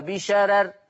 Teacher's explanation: الراء الأولى والثانية مرققة وصلا ووقفا